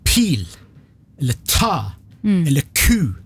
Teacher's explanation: et pust som kommer etter lyden. Hvis jeg sier pil, eller ta, eller ku, så sier jeg ikke bare p-en og t-en og k-en, men jeg har et dualikt pust etterpå, sånn aspirasjonspust.